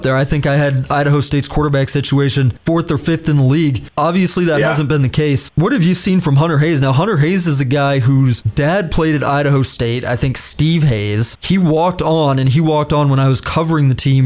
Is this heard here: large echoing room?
no